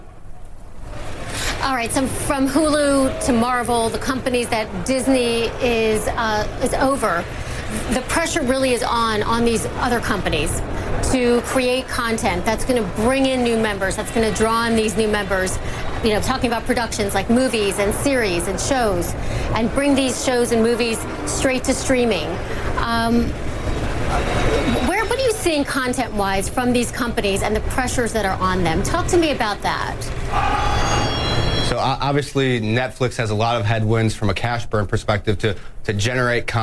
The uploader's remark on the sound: live from The New York Stock Exchange.